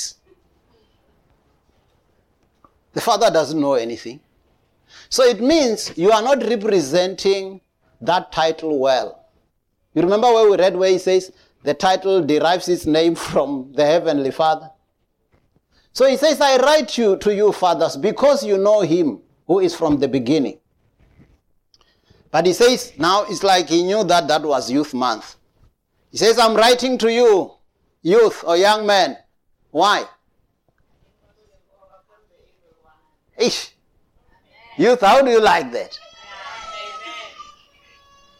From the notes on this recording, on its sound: preached at Jesus the Saviour Church, 185 Bobs Way, Eersterivier, Cape Town on 19th June 2022